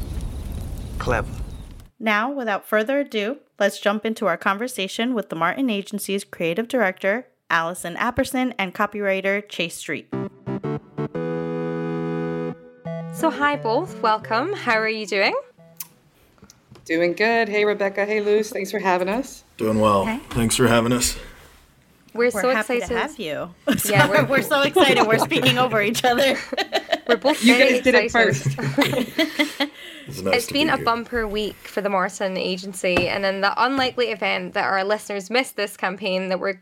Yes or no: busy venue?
no